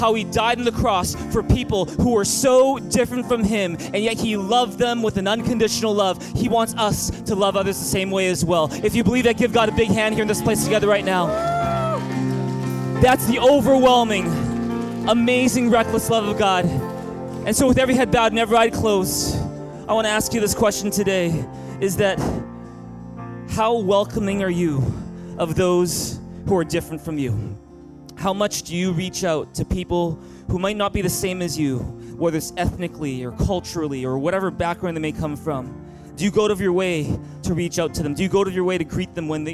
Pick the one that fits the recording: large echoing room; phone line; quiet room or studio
large echoing room